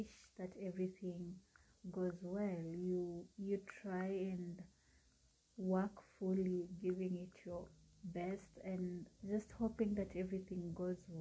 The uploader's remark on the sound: Apologies for the background.